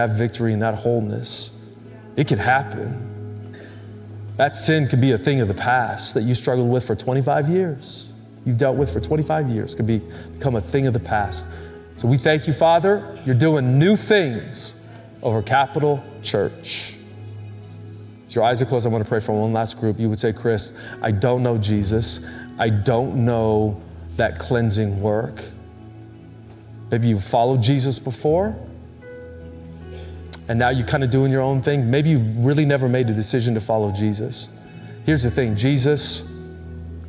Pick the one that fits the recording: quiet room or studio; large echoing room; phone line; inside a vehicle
large echoing room